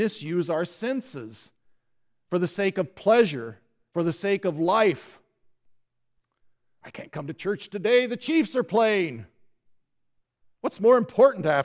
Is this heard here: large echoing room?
yes